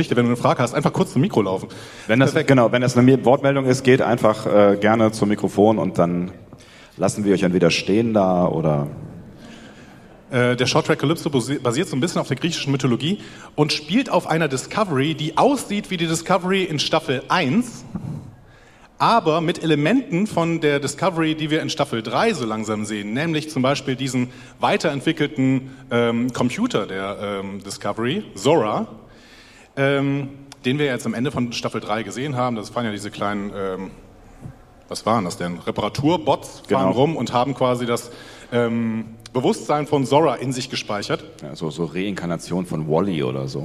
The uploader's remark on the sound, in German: Live von der Fedcon 29